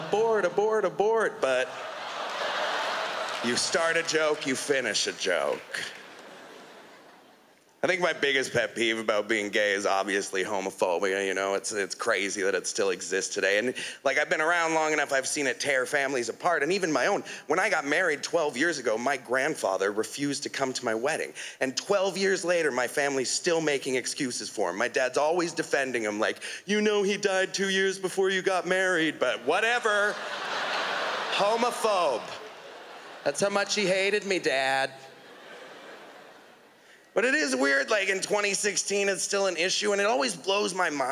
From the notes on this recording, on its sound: stand up from the Just For Laughs Festival in 2016